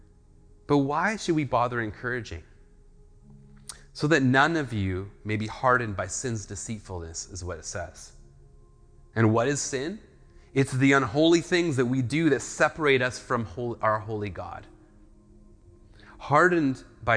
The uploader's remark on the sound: Speaks at SouthRidge Fellowship, a Langley church.